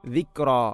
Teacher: ഇവിടെ കാഫിന് ഖൽഖൽ ചെയ്യരുത്, ദിക്റ എന്നാണ് പറയേണ്ടത്